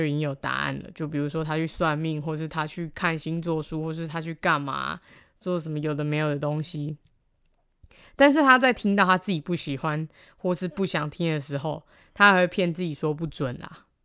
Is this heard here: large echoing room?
no